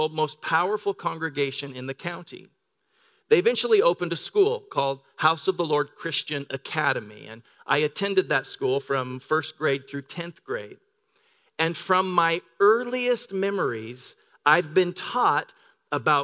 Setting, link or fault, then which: setting, large echoing room